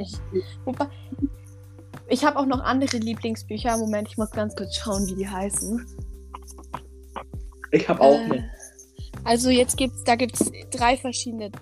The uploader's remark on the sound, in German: das einzige Problem ist jetzt noch unsere Ton Verbindung denn deren Beziehung ist am Arsch mein Ton hört sich schrecklich